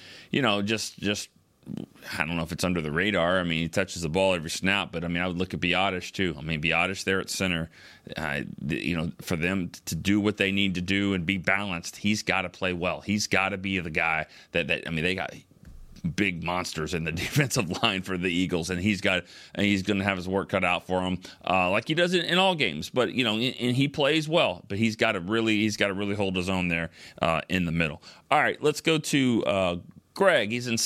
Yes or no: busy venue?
no